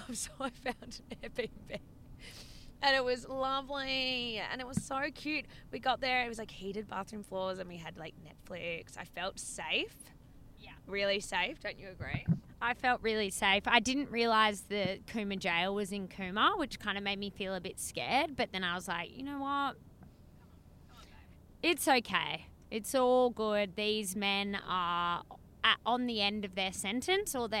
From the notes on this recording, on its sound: WARNING - The audio on this one isn't fab - SO SORRY IN ADVANCE. We recorded in the car.